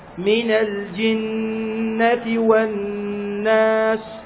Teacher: فأعلى مراتب القوة في الميم والنون المشددتين، ومقدارها حركتين · Term: الغنة